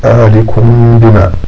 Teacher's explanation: إذا الميم إذا وليها الباء فإنها تخفى عنده، ويسمى هذا الإخفاء إخفاء شفوية، إخفاء شفوية، لأن الميم من الحروف الشفوية، والباء كذلك من الحروف الشفوية. نعم، مثل قول الله تبارك وتعالى ذلكم بما، ذلكم بما، هنا تخفى الميم، تخفى الميم فتذهب ذاتها ولكن لا تذهب الغنة، ذلكم بما.